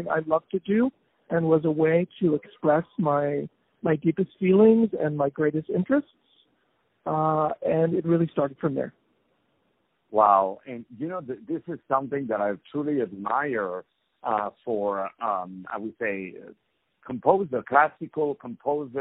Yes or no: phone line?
yes